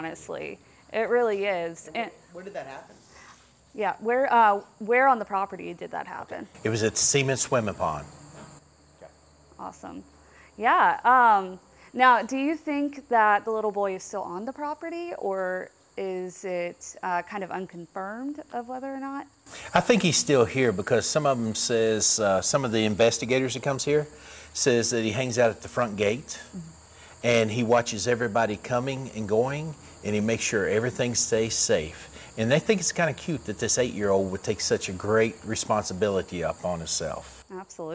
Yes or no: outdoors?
yes